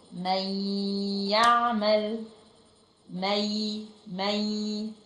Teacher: الياء كأنها جت مكان النون واديتها غنة مقدارها حركتين · Term: الادغام بغنة